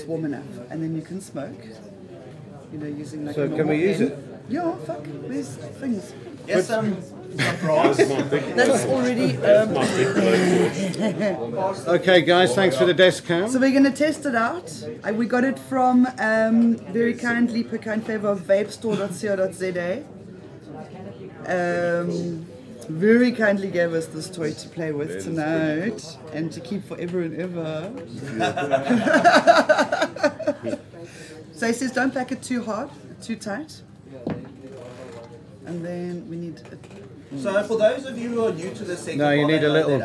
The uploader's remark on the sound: Tonight's show will be a live broadcast from the Bohemian Beach Bumz 420 friendly cafe and restaurant in Florida Rd, Durban. Join the live stream, or join us at the venue and be part the audience.